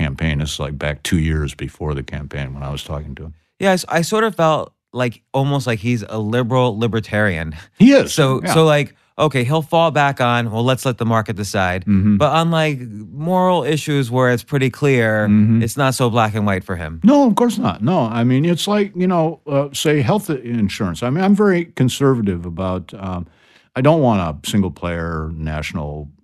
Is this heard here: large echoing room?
no